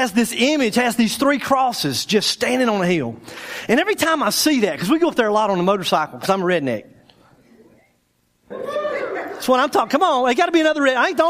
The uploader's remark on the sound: our speaker for the 2013 Spring Bible Conference at Day 3 Church.